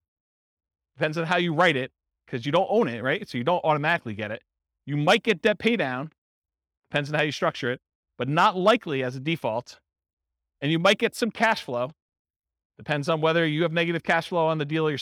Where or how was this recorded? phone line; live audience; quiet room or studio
live audience